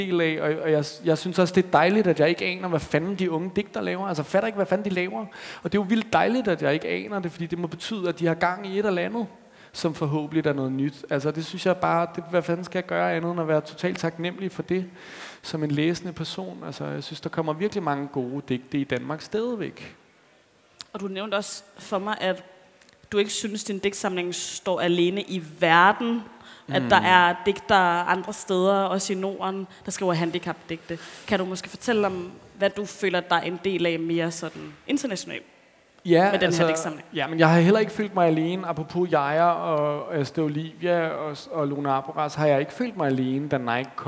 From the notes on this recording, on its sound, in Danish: publikumsarrangementet Månedens Forfatter på Københavns Hovedbibliotek